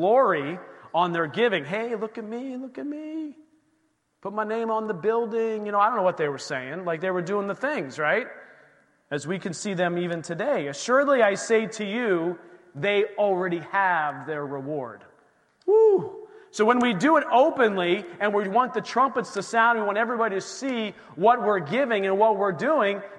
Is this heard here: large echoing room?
yes